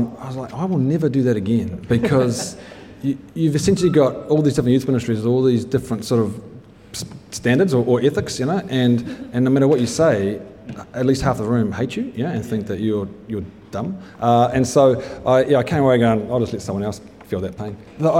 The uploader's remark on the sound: At a live event in Crave Cafe Auckland.